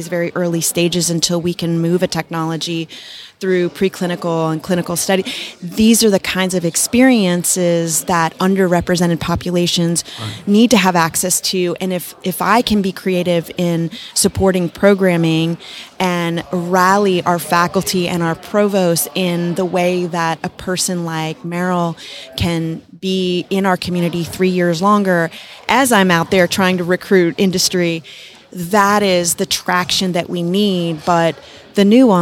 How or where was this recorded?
busy venue